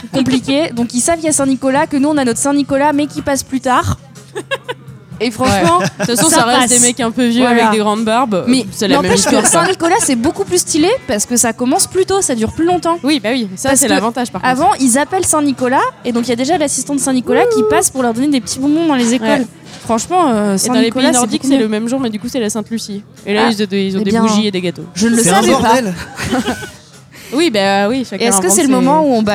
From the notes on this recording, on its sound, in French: enregistré au BarOurcq (Paris 19e)